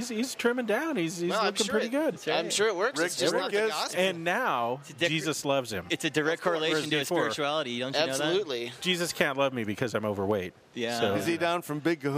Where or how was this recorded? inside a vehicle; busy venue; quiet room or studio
busy venue